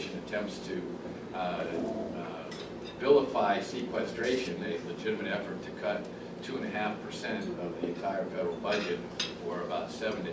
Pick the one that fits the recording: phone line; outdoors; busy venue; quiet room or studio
busy venue